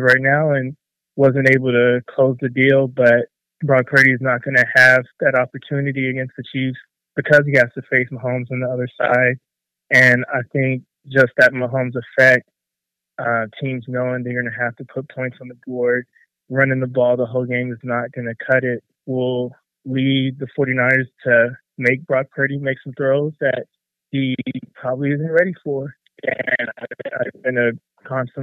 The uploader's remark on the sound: Super Bowl Sunday quick hit with your predictions and phone calls!!